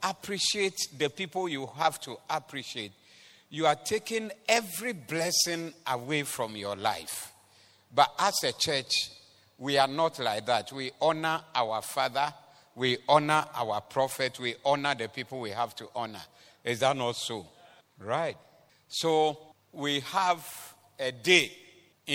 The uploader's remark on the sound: Preached at the Doxa Service.